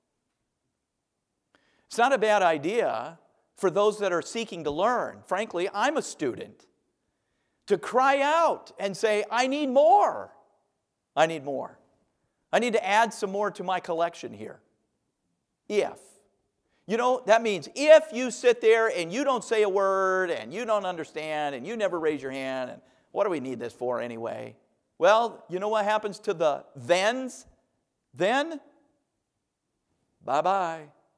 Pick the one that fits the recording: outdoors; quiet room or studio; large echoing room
large echoing room